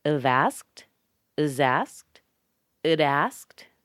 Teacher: notice how we connect the D with the A on ud, ud asked. In fact, we connect all of the consonants with this vowel sound.